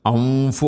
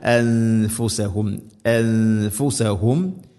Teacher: ഫ ഇഖ്ഫാന്റെ അക്ഷരമാണ്. അതേസമയം സാക്കിന നൂനിന് ശേഷം ഫ വരുമ്പോൾ ഇദ്ഗാമു പോലെ ആ ഒരു ഗുന്നയുടെ ശബ്ദം ഉണ്ടാവരുത് · Shown in: second take · അംഫു അല്ല അംഫുസഹും അല്ല അൻഫുസഹും അൻഫുസഹും യസ്ലിമൂൻ.